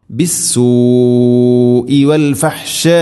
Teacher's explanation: ഇവിടെ ബിസ്സൂഇ വാവിന് ശേഷം ഹംസ, വൽ ഫഹ്ഷാഇ അലിഫിന് ശേഷം ഹംസ ഒരേ പദത്തിലാണ്. അതുകൊണ്ട് മുത്തസിൽ നിർബന്ധമായിട്ടും നാലോ അഞ്ചോ ഹർക്കത്തിൻ്റെ ഖദറിൽ നീട്ടണം · Term: മദ്ദ് മുത്തസിൽ